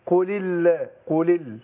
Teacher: يبقى بنطق لامين ورا بعض. فعندنا لام قل ساكنه عشان لام فعل الامر، واللام بتاعت اللهم ساكنه برضه، فالتقى ساكنان.